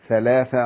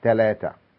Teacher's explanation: لعلك تلاحظ أنني أخرج لساني وأضعه بين الأسنان لكي ينطق هذه الأصوات نطقا صحيحا، فإذا لم تخرج اللسان تحولت هذه الأصوات إلى أصوات احتكاكية مختلفة. نجد أن الثاء إن لم تخرج اللسان تحولت إلى تاء أو إلى دال